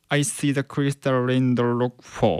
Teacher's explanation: see the crystal raindropsfall、まあこれもねカタカナで読んだらそのままなんですけども、まあ実際の音は I see the crystal raindrops fall ってね、はい、えってなると思うんですよね。そのレインドロップスの PS の発音、これが次のこのフォールに続くわけですよね。でこのフォールに続く際に PS の破裂音というのはこれほとんど聞こえないレベルまでこれ省略されてしまうんですよ